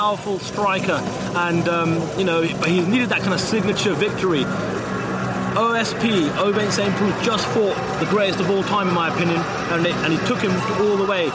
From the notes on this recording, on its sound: Octagonside at UFC 204 as the biggest UFC event to hit the UK delivers the goods in front of a sell-out crowd in the early hours of Sunday morning in Manchester.